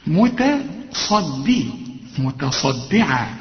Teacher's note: انا عاوزك تكون دقيق قوي في نطق هذه الكلمة، لأن عندك صاد وبعدين عندك دال. الدال هتضيع منك إذا ما طلعتهاش دال خالص، هتطلع ضاء